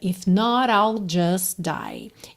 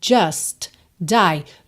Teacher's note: E just die, juntou num som só.